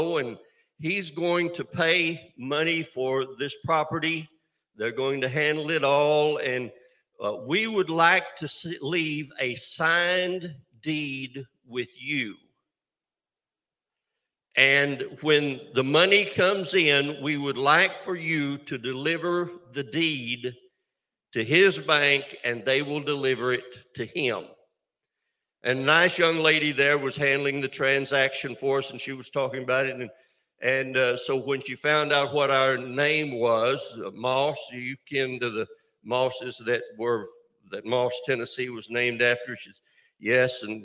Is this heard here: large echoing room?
yes